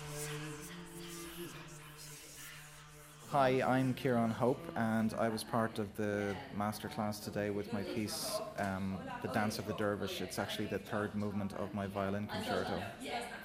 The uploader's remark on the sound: What? ... Wow Festival: Public masterclass. Audio from the masterclass held as part of New Music Dublin’s 'What?